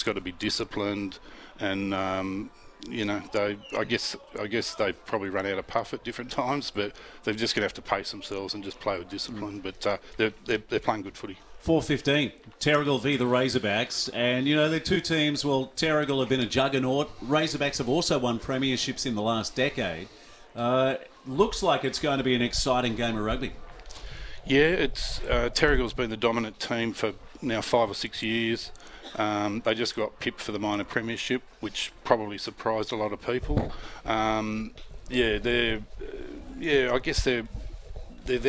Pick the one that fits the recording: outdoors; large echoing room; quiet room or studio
outdoors